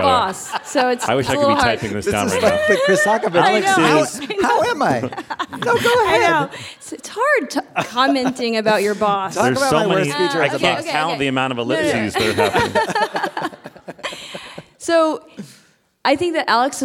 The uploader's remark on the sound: on stage at NYC Podfest